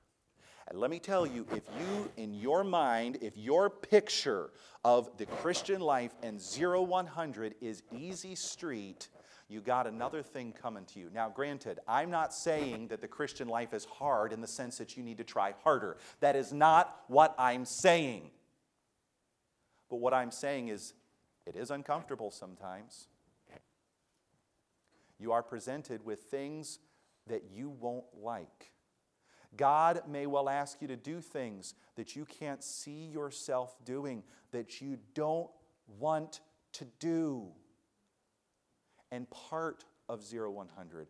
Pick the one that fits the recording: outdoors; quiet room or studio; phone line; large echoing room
large echoing room